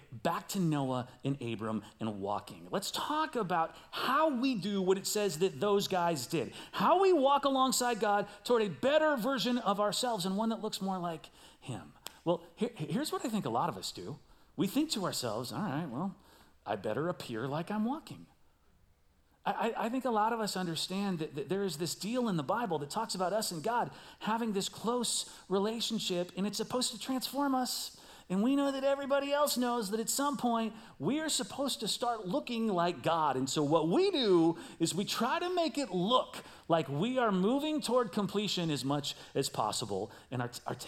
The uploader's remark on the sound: Recorded live at CrossWinds Church.